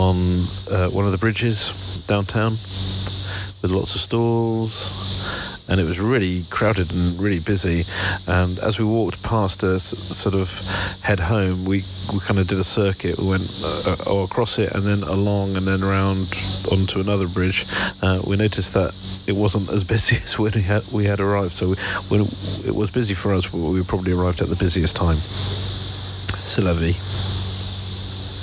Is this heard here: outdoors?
yes